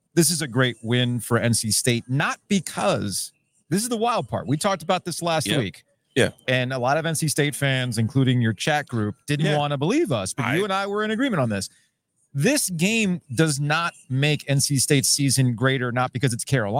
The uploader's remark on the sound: From the Breeze Thru parking lot. Live from the Breeze Thru on Trinity Rd.